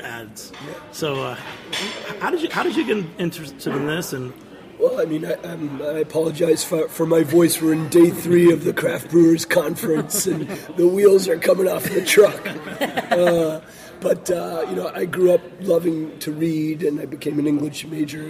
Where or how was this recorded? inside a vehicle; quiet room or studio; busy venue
busy venue